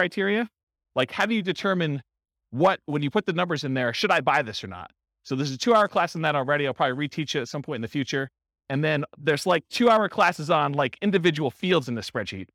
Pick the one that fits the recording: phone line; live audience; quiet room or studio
live audience